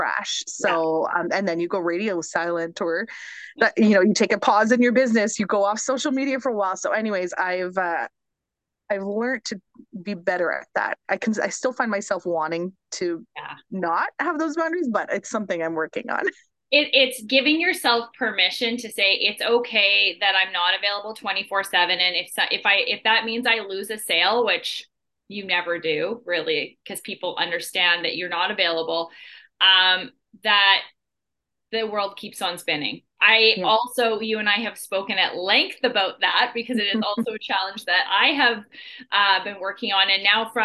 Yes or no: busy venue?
no